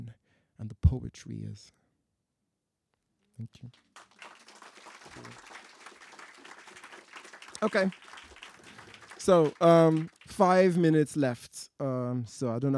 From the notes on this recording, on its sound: performs some of his poems to a rapt night-time marquee at one of the most atmospheric events of 2023’s festival